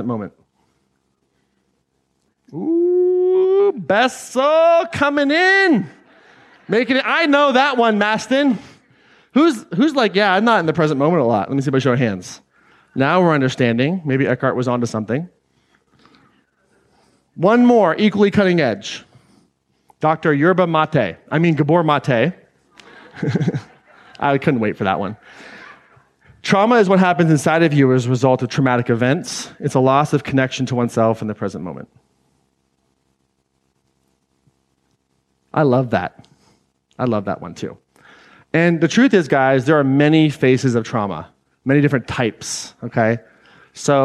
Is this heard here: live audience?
yes